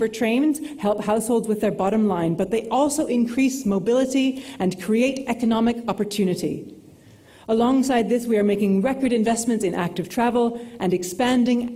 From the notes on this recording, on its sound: Scottish Green Party Conference Co-Leaders Speeches. Delivered a speech to the Autumn conference of the Scottish Green Party.